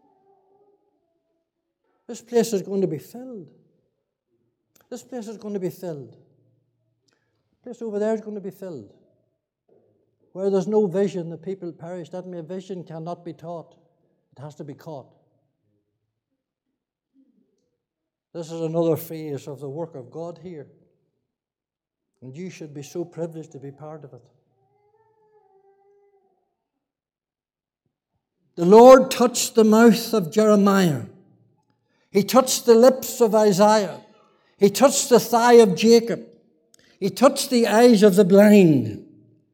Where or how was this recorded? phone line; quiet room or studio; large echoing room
large echoing room